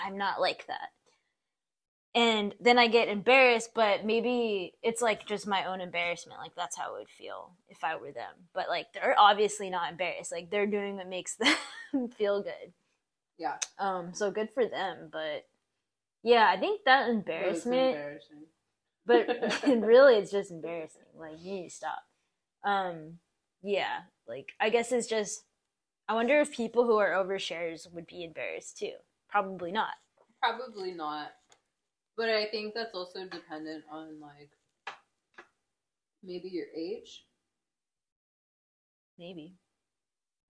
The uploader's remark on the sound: I know I sound far from the mic.